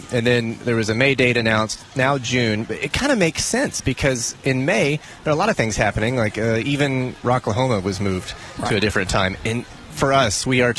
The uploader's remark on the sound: live from Rooster Days in Broken Arrow